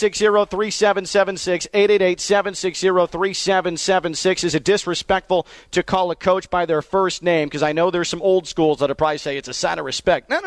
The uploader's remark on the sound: Full Show LIVE from Greenway Kia in West Palm Beach.